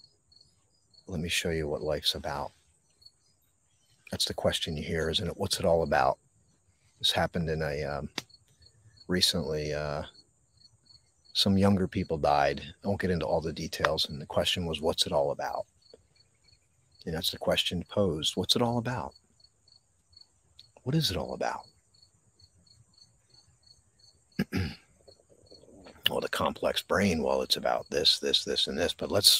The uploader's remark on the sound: This Episode originally streamed live on location at Wissahickon Valley Park. The audio from this podcast was taken directly from this live stream.